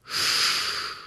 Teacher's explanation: Der deutsche Laut wird eher über die Lippen gebildet